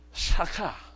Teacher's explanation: You have to feel like you're almost clearing your throat to get that CH sound, okay? It's a guttural in Hebrew, but it's shachah.